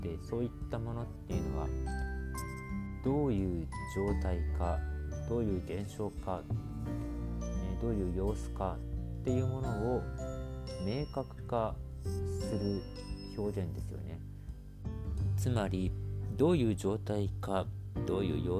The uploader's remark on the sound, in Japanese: 雑音が多くなってしまった上、音声が小さくなりました。